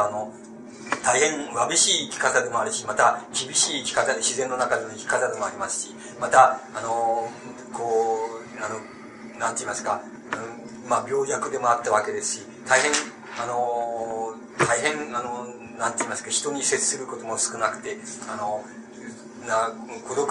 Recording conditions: background noise